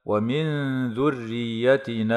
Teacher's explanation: ومن ذريتنا إخفاء حقيقي لوقوع الذال بعد النون الساكنة مع مراعاة الغنة مرققة، وترقق الراء وصلا ووقفا لأنها مكسورة